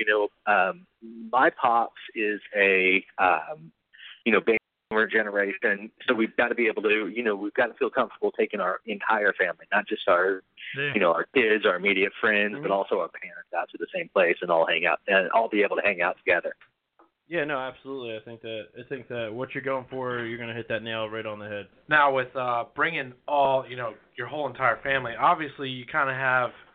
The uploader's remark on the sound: One day we will get it right with recording the whole show. We have Wilmington Brew Works calling in to chat with us.